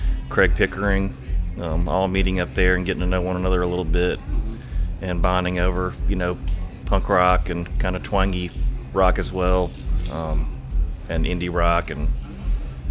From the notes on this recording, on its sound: at Avondale Brewing in Birmingham, AL for Brewzapalooza